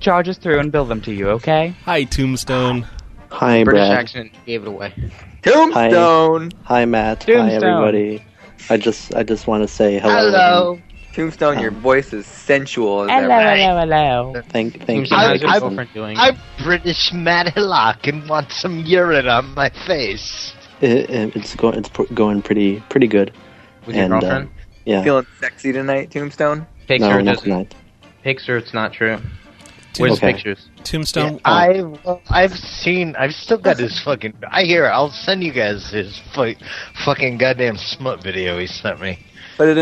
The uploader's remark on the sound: Prank Phone Calls